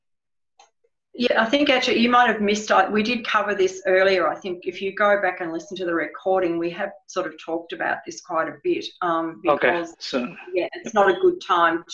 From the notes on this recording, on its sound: This is a replay of a live virtual meetup held on 19 March 2020 with almost 80 Amazon sellers, and e-commerce experts.